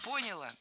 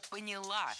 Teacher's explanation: Конечно, правильно, поняла. В этом глаголе ударным должно быть окончание. · Shown in: second take